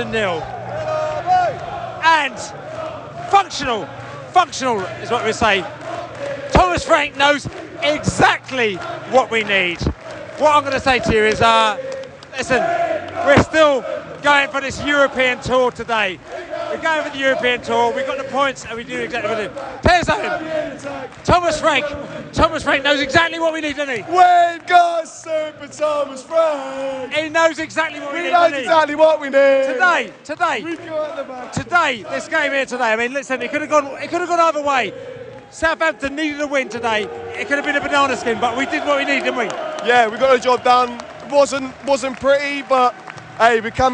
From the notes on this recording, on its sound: Post-Match Podcast From The Stands and the Pub. A trip to St Marys was next for Brentford.